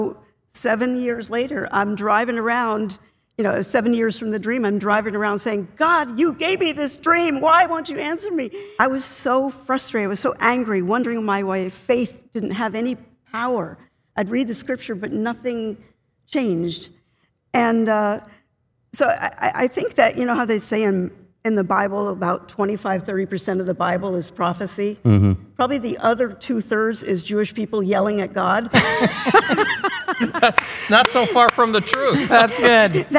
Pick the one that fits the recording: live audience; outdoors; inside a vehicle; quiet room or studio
live audience